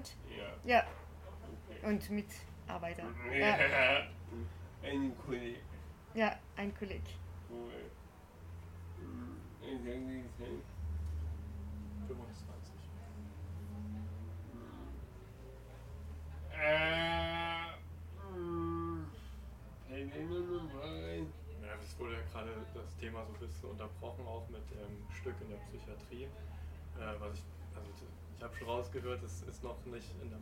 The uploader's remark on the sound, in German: Bei dem Theaterfestival des Nie-Theaters. Sie erzählte mir, dass sie eine Performance extra für diesen Ort entwickelt hat.